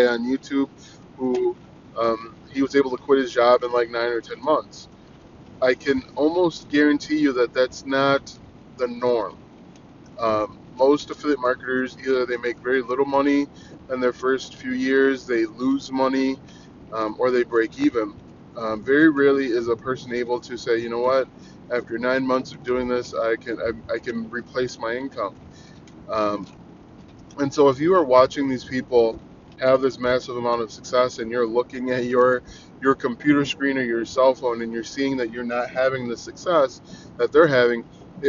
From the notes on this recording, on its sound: I try podcasting from my car.